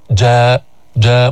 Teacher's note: يبقى اللسان منخفضا، لا يرتفع أقصى اللسان عند النطق بالجيم · Term: مستفلة